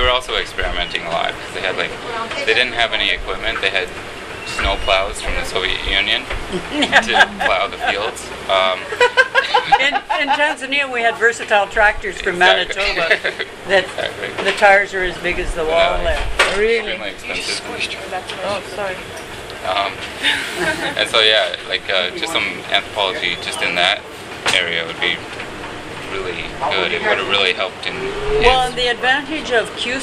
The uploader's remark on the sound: sat down at the Kebab hut in Vancouver